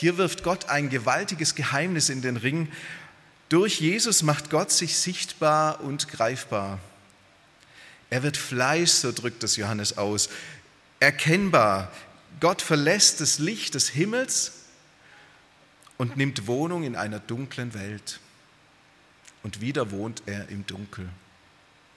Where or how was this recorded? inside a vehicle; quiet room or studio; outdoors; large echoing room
large echoing room